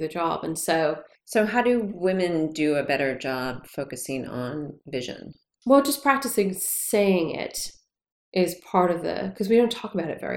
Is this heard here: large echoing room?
no